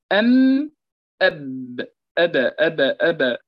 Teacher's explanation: يخرجان بالانطباق، بانطباق الشفتين على بعضهما